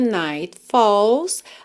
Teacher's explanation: Aqui você percebe que a gente não escuta o T